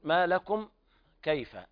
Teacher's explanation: إظهار شفهي لوقوع الكاف بعد الميم الساكنة